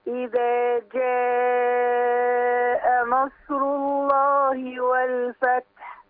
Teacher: ومفيش اختلاف غير في المد المتصل 6 حركات بس